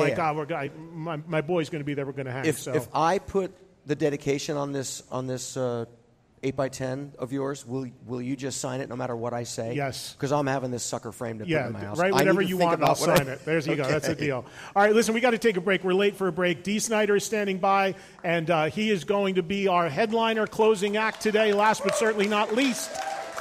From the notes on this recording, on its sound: Recorded in front of a live audience at House of Blues in Houston, T.X.